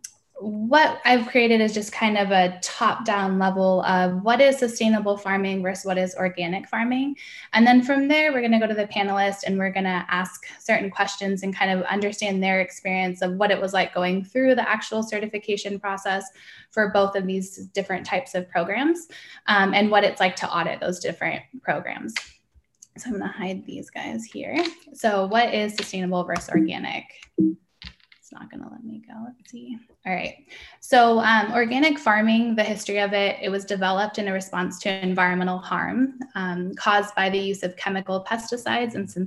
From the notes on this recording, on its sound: This is a recording from a webinar